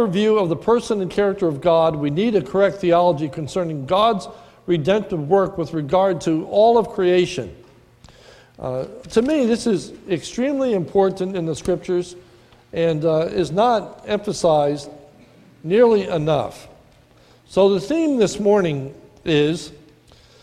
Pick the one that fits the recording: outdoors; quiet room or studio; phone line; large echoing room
large echoing room